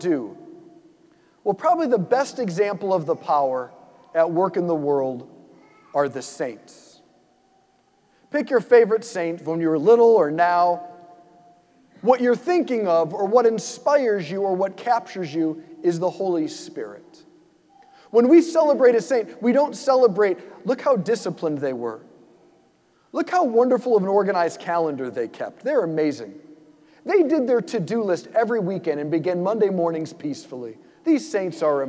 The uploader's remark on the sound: preached this homily on May 28, 2023 at St Basil the Great Catholic Church in Brecksville, OH.